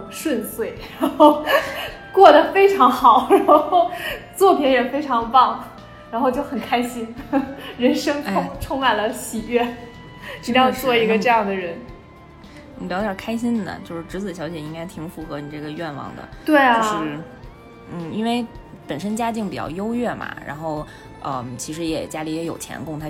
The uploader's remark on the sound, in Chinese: 由于是隔着次元壁的合作录音，美少女都自带回音